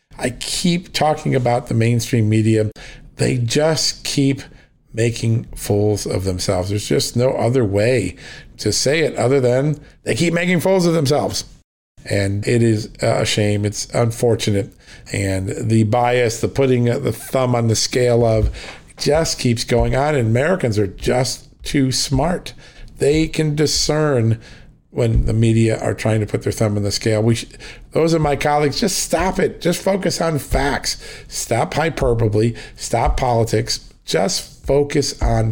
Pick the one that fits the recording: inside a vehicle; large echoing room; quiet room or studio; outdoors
quiet room or studio